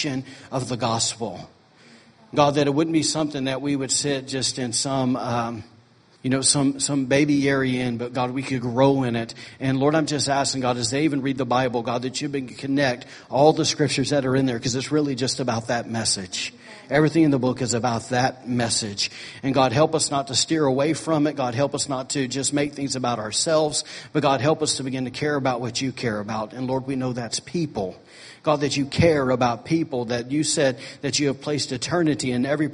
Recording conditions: large echoing room